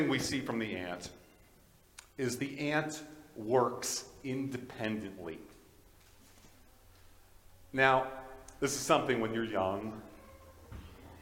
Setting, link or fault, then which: setting, large echoing room